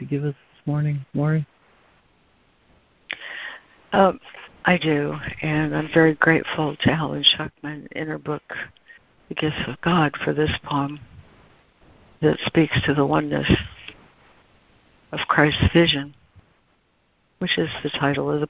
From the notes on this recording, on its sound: ACIM Daily Conference Call